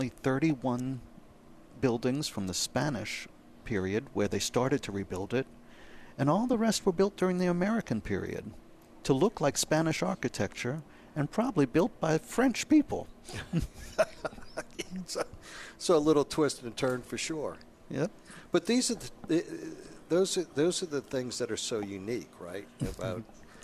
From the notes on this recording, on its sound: broadcasting live from along the Mississippi River on board the Steamboat Natchez